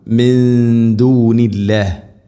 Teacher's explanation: മയ്യത്തഖിദു, മയ്യത്തഖിദു മിൻ ദൂനില്ല, മിൻ ദു, സാക്കിനാ നൂന് ശേഷം ദാൽ, ഇഖ്ഫാ ബിഗുന്ന, നൂനിനെ അവ്യക്തമാക്കി മണിക്കണം